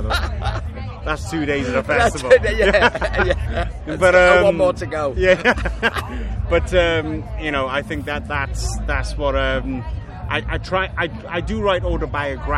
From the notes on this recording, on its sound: chiiling at Leeds Festival 2021 over the weekend